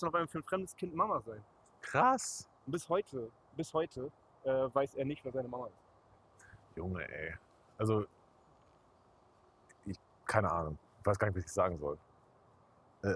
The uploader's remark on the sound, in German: erneut schlechtem Ton